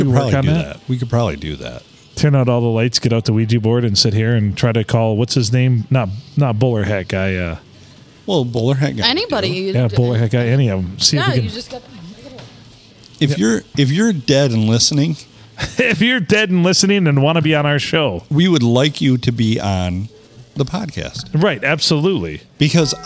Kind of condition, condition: setting, busy venue